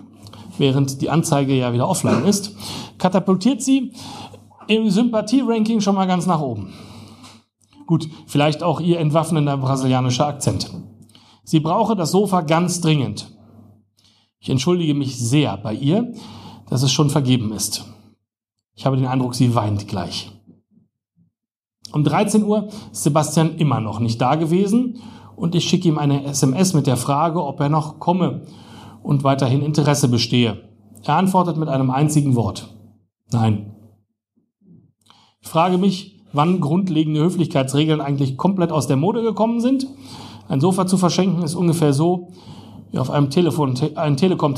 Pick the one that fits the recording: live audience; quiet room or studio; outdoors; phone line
live audience